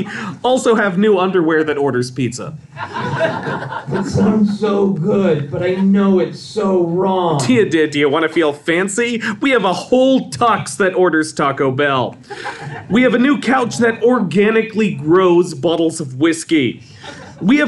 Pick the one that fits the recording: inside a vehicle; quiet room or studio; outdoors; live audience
live audience